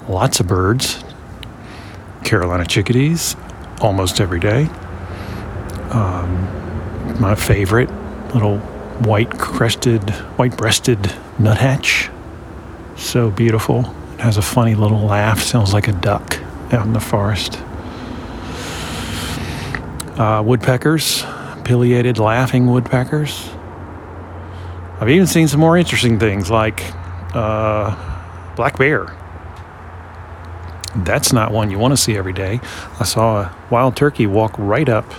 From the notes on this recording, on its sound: As the sun was setting, I made this short recording in my backyard. Short Form Audio Shipped from the Field.